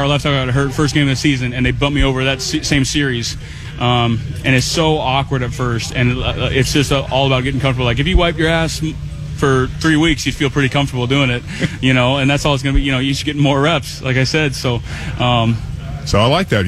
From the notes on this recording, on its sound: live at Training Camp on Friday morning